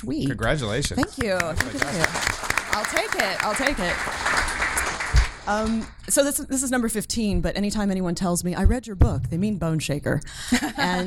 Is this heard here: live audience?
yes